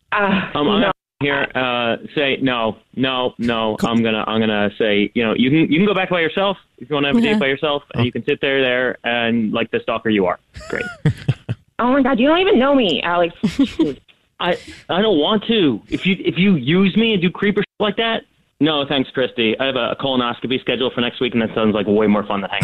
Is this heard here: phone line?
yes